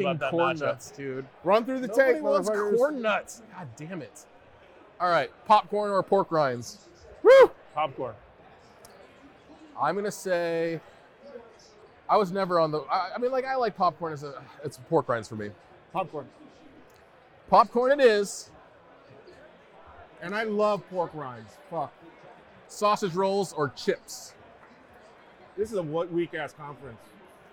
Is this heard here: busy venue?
yes